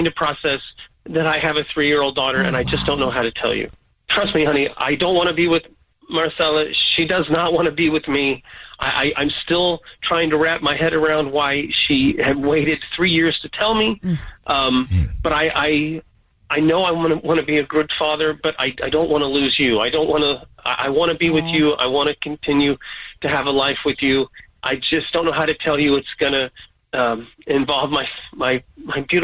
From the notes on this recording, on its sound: We have a woman on the phone.